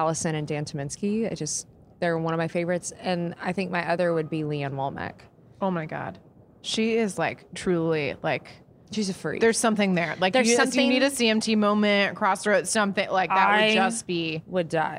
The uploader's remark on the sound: Backstage at Audacy's Leading Ladies Live.